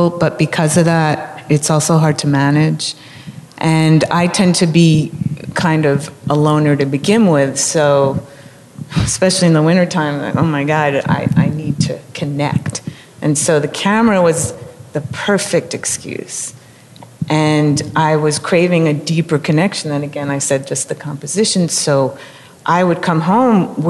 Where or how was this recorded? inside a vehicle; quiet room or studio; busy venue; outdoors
busy venue